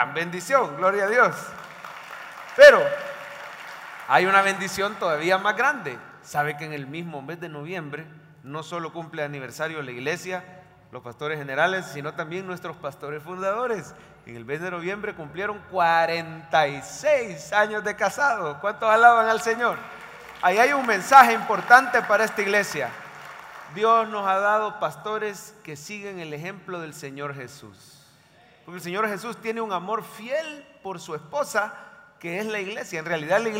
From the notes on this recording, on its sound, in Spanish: En vivo desde el Centro Familiar de Adoración, para nuestro Día del Pastor 2023.